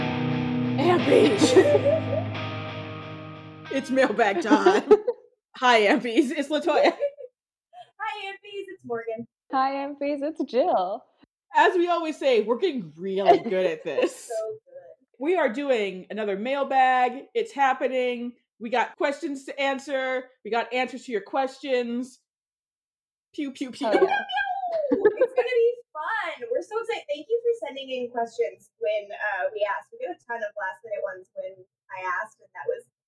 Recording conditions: poor sound quality